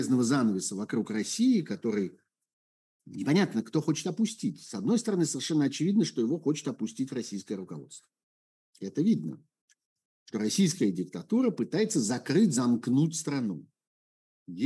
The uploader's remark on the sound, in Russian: Zoom-разговор со зрителями в прямом эфире